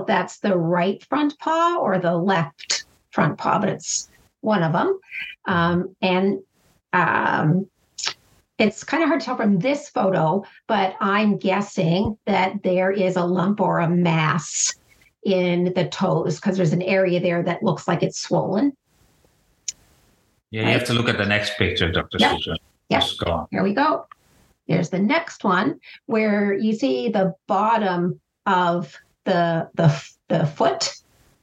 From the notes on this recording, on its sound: In a brightly lit zoom session